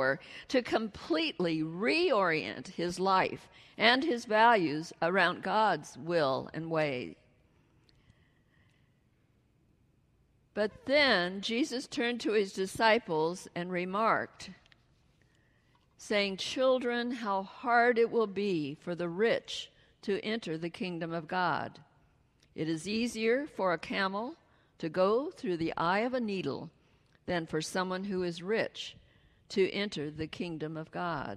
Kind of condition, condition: setting, large echoing room